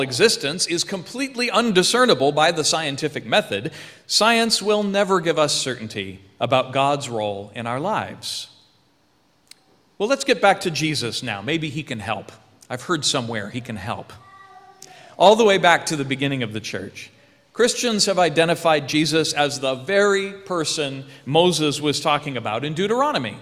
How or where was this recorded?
large echoing room